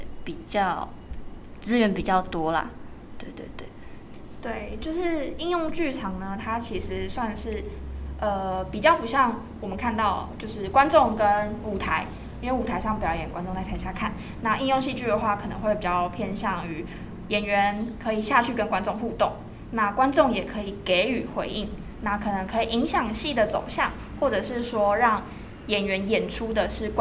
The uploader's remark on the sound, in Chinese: 由於場地問題，這次雜音比較明顯。